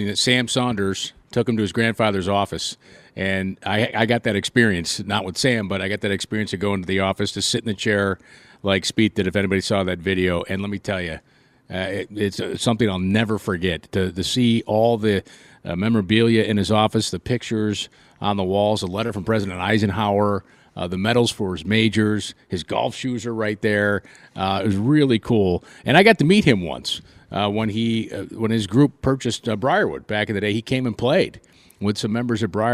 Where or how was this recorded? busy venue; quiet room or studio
busy venue